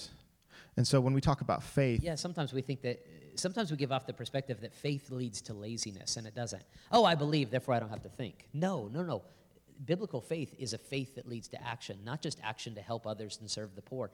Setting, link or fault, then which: setting, live audience